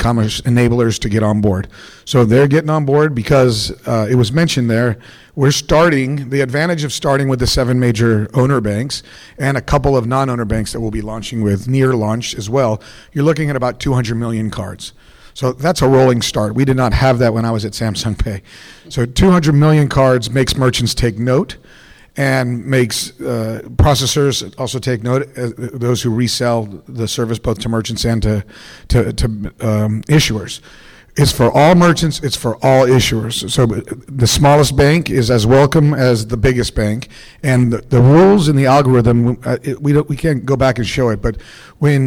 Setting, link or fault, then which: setting, busy venue